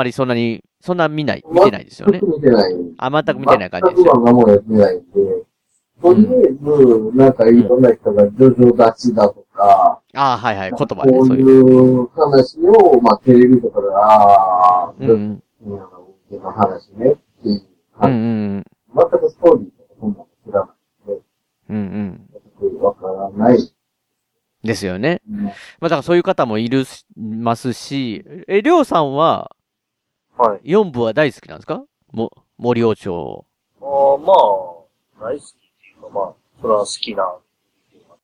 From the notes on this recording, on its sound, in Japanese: 今回収録環境のトラブルで音声が悪くすみません！